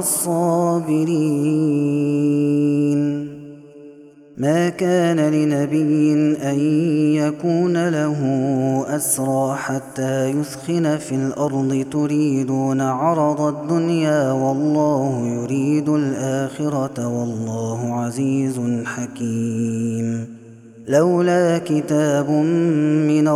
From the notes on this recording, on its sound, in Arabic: هذا التسجيل من صلاة التراويح.